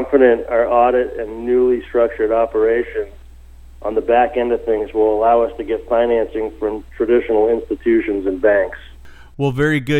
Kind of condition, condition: link, phone line